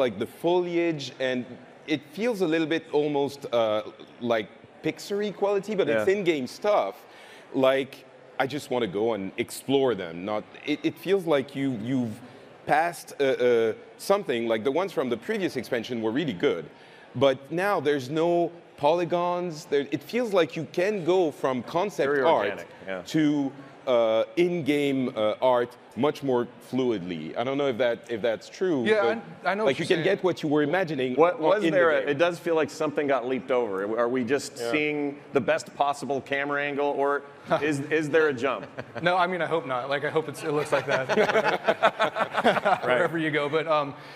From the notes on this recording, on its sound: Our live panel from the Blizzcon Epic Stage!